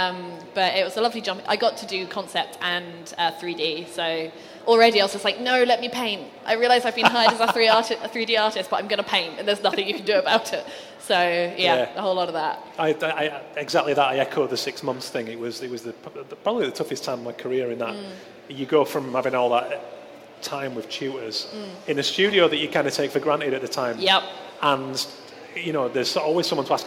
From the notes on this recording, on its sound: Live - D&AD New Blood Fest. In front of a live audience at D&AD New Blood Festival.